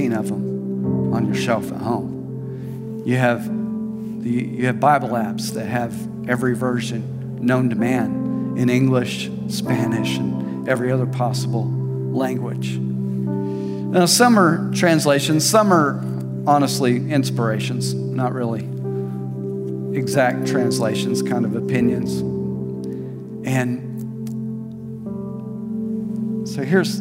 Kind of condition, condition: setting, large echoing room